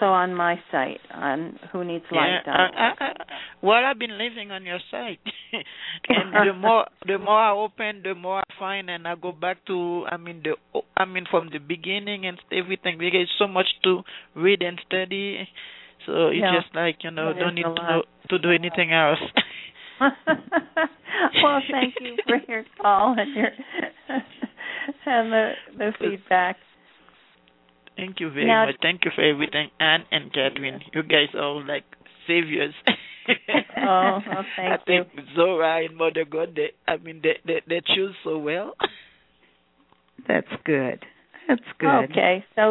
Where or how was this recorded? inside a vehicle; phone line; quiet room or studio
phone line